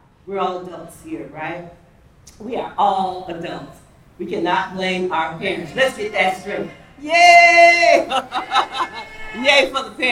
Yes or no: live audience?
yes